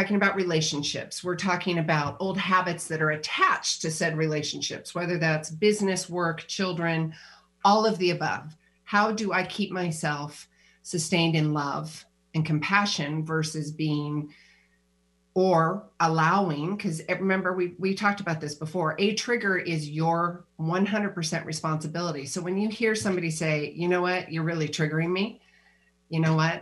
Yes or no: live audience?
no